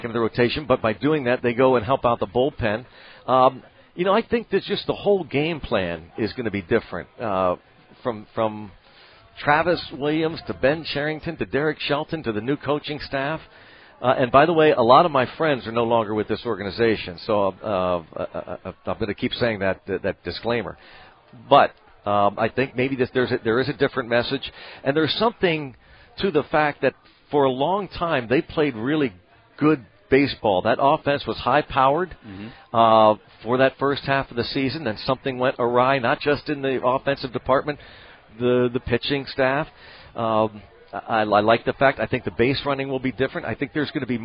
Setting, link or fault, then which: setting, busy venue